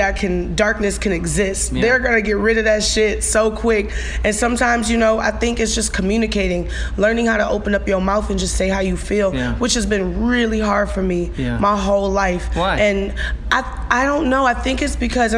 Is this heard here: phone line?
no